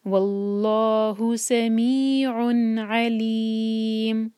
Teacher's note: عن ہم کلیئر پڑھیں گے، یہاں ٹائم نہیں دیں گے بیکاز تنوین کے بعد عین آ رہا ہے. سمیع علیم، اور علیم عین سے ہے، دھیان سے پڑھیے گا.